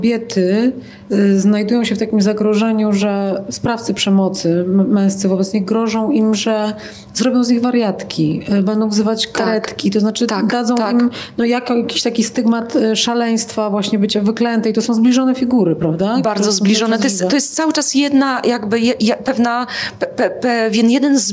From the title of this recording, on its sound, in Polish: Literatura na żywo ze sceny Big Book Cafe!